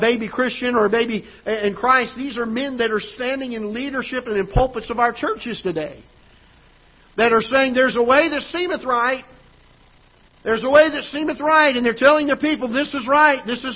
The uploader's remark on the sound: Ketha Heights Baptist Church ~ Live Broadcast